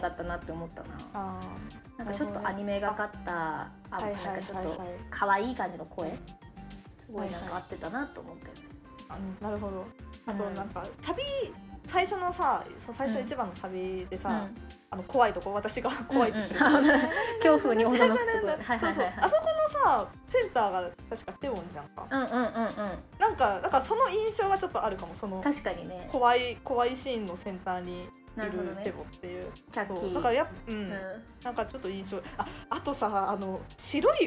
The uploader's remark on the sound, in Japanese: ちょっと音割れしてます。